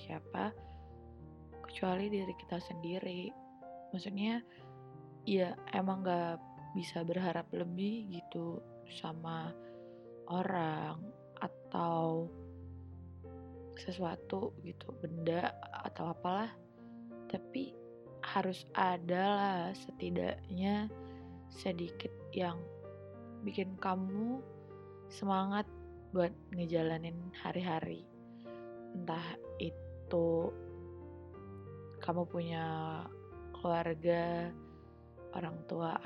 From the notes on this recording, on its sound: i'm sorry but i didn't realize that my audio was quite low because i was using a headset.